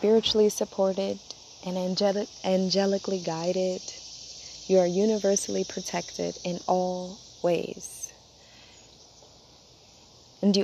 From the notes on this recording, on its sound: As I am sitting outside, enjoying Natures company